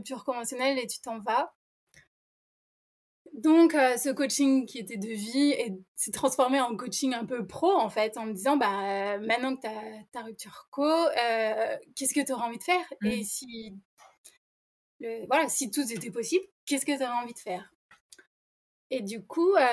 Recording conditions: poor microphone